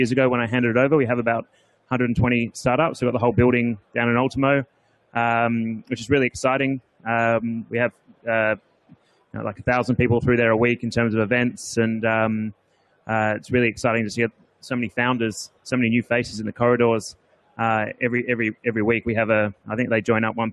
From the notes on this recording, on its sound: From The Big Pitch 2015.